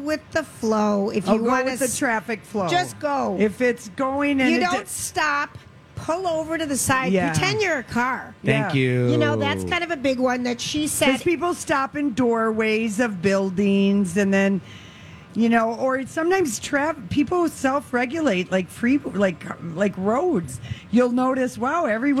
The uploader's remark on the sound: Wednesday Day 7 at the MN State Fair